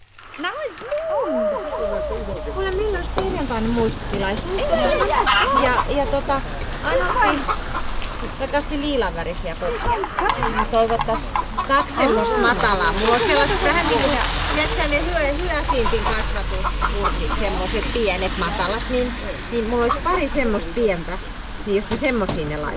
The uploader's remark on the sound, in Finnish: On osa EBU:n lokaatio podcast projektia, jossa tarjosimme äänimatkoja ympäri Eurooppaa. Hän äänitti teosta Laajasalossa pienessä kukkakioskissa, joka myy kukkien lisäksi mm.